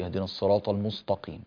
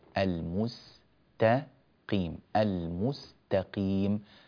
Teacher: كلمة المستقيم السين تحتاج إلى ترقيق · Shown in: second take